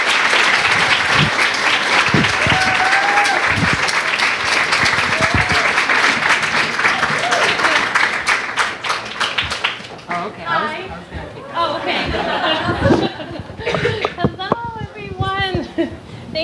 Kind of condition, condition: setting, live audience